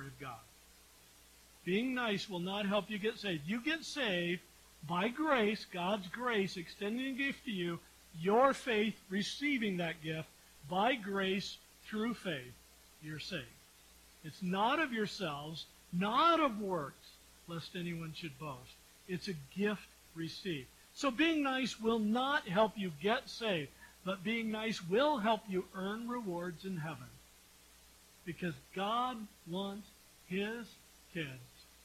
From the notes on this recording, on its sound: We apologize for the quietness and lower sound quality of this episode. Due to equipment failure, we weren't able to record the audio directly and had to pull the audio from our live-stream video recording.